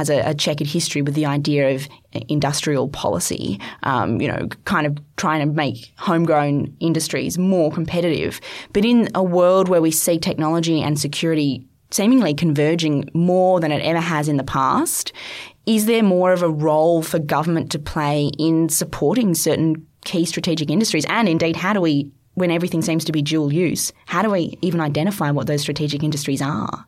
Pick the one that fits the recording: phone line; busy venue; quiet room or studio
quiet room or studio